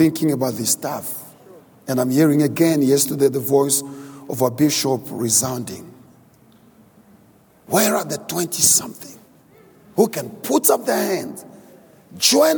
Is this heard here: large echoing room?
yes